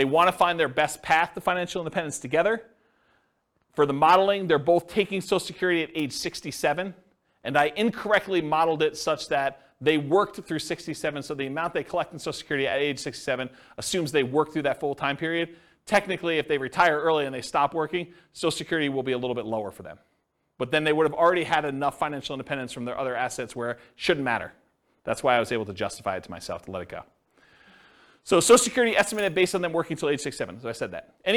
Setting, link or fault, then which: setting, live audience